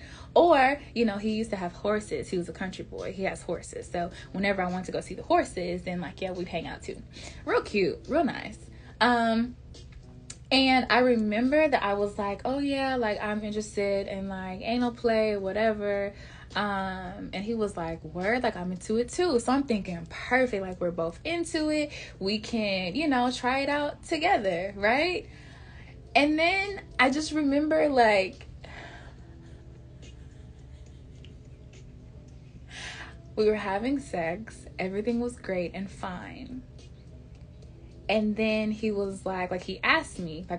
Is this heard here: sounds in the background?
yes